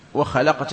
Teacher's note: الخاء حرف مفخم والقاف حرف مفخم وبينهما اللام حرف لا نصيب له من التفخيم، فالذي لا يضبط هنا يقول خلقت خلق خلق ويقول خلقت وغيره وخلقت خلق عدل، وهذا في الحقيقة إنما يأتي بالتدريب، بل نحن أحيانا كثير ما ننساه على كل حال، ننساه فنقع فيما هو من الأخطاء الشائعة خلقت خلق.